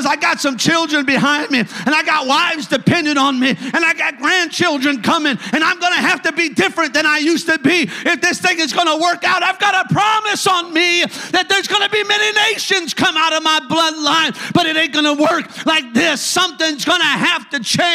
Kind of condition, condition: setting, large echoing room